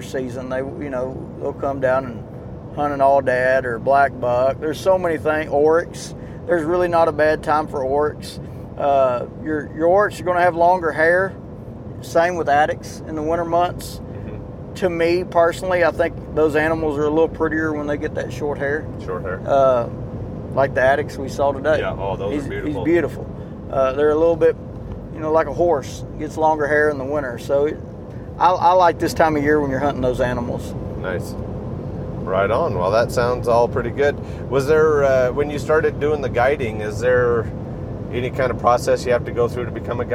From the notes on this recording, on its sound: As we cruise down the road. We are headed to the processors with our Axis deer so we took advantage of some road time to record.